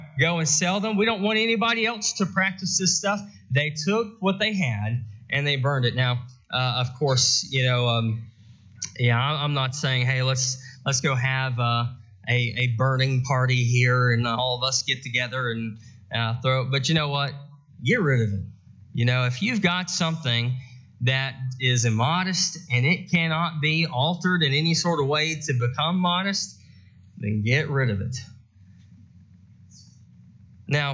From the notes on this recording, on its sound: Preached at the Ceredo, West Virginia Church of Christ on June 12, 2022.